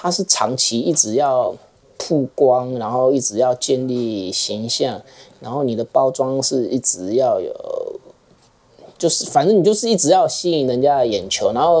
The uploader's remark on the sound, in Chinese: 由於錄音地點就在坪林主要幹道旁，多有環境音還請見諒。